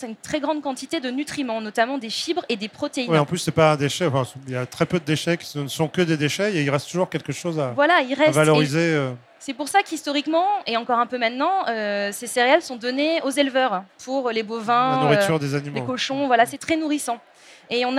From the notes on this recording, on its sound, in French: sur la Scène Talks Omnivore Food Festival Paris 2021